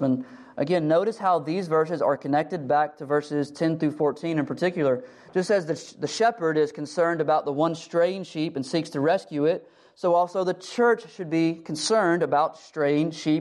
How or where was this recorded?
large echoing room